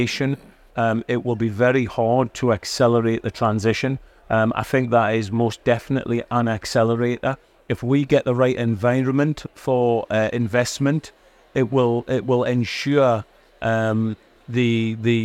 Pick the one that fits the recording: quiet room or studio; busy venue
busy venue